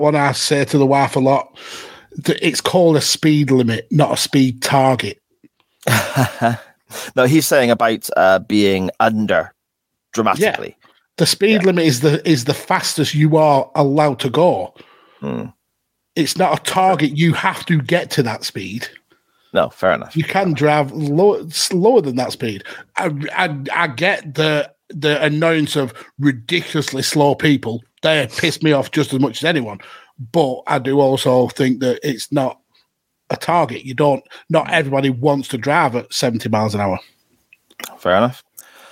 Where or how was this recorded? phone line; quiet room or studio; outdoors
quiet room or studio